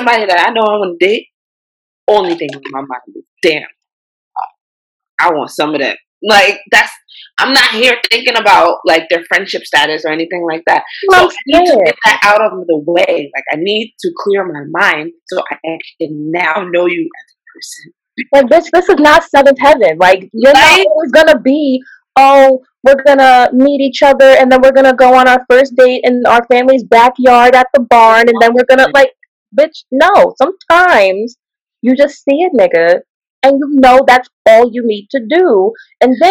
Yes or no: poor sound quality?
yes